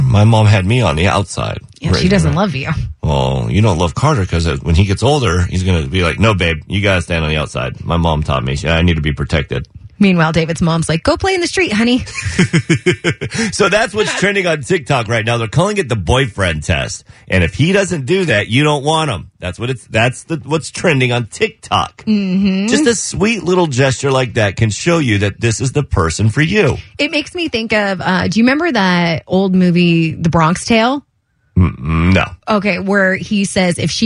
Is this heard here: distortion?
no